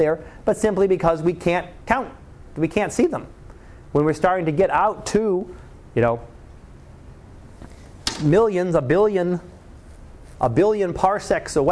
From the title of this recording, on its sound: Live Class Lecture